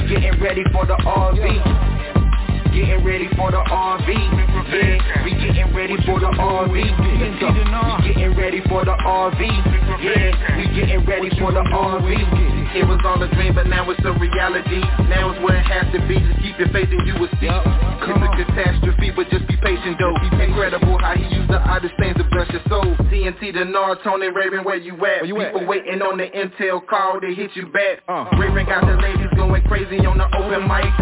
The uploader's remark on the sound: TNTSuperfantastic Conference Call